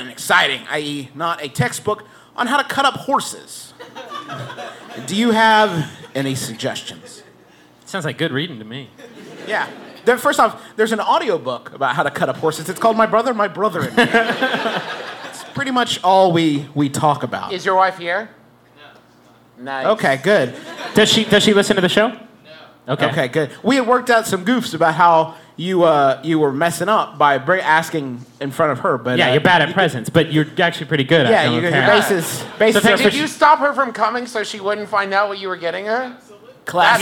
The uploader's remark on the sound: We're live in Austin for the first part of our two-show comedy extravaganza.